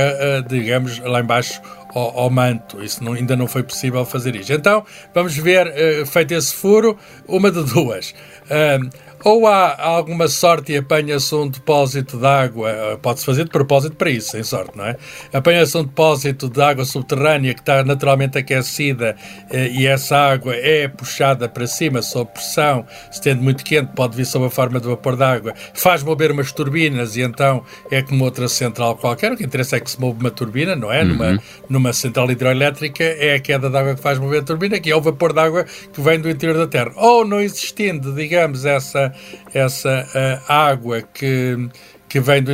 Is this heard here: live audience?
no